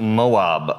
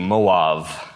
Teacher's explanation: actually in Hebrew it's pronounced with a V · Shown in: second take